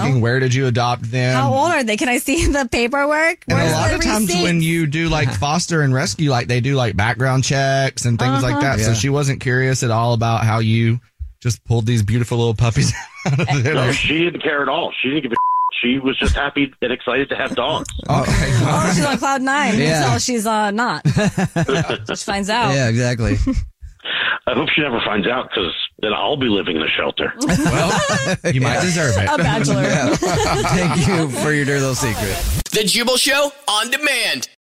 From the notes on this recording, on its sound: There is a guy on the phone